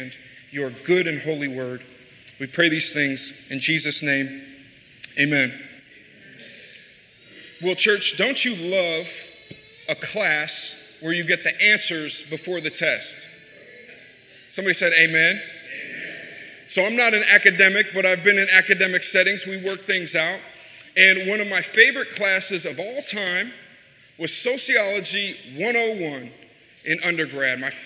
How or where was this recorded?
large echoing room